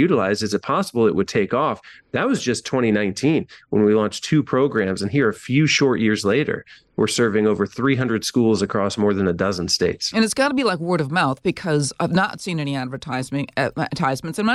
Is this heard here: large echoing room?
no